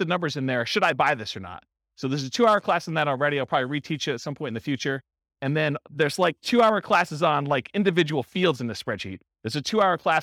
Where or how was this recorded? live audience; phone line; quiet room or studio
live audience